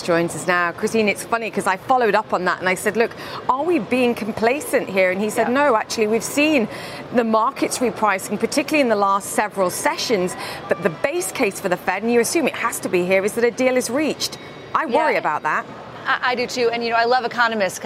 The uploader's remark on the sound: is live at the New York Stock Exchange